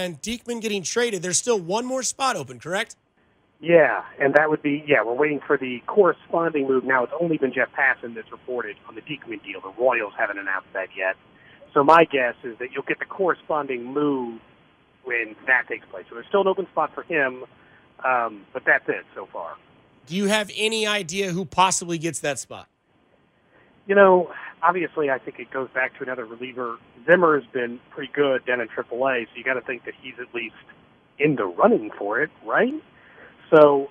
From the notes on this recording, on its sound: LIVE from camp in St Joe